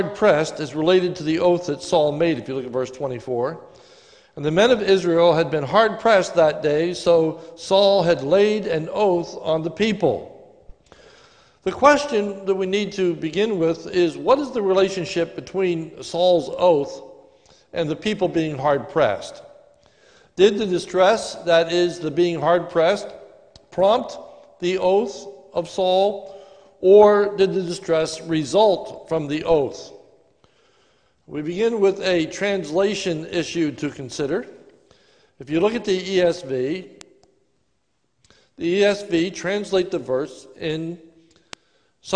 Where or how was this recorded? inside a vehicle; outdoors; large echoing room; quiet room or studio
large echoing room